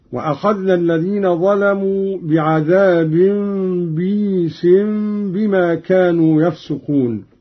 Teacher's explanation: قرأ قانون بكسر الباء بعدها ياء ساكنة مدية على وزن عيس